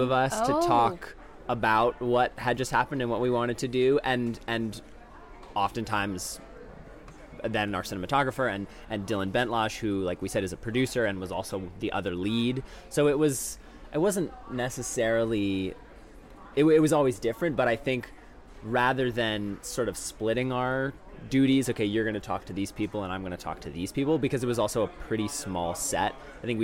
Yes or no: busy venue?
yes